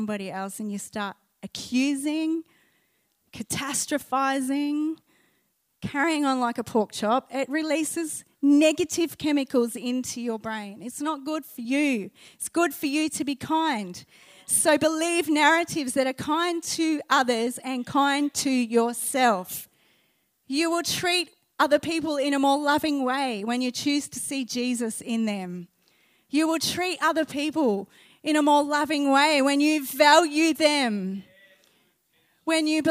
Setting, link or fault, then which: setting, live audience